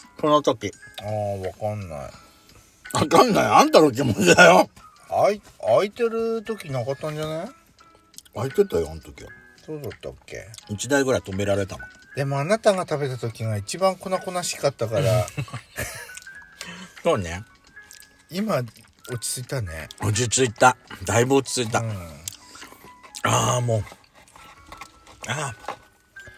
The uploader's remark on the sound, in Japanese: 今回はお茶の間ASMR風な感じで。パーキング収録。ドスラヂお食事ASMR。